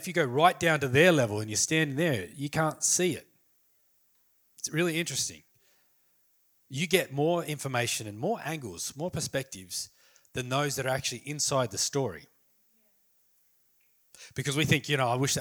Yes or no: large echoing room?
yes